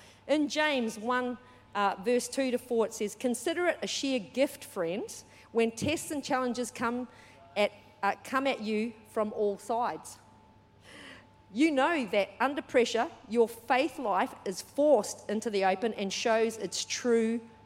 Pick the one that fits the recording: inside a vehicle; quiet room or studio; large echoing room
large echoing room